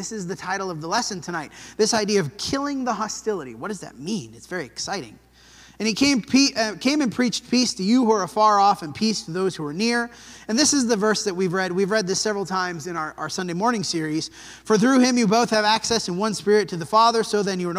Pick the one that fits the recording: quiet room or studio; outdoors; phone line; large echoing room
large echoing room